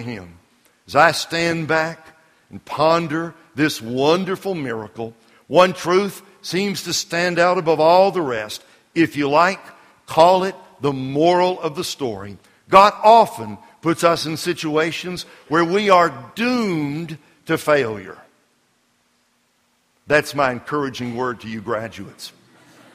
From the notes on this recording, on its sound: This sermon was delivered during the 2011 NBBI Spring Conference at the Graduation Service on Sunday, May 1, 2011.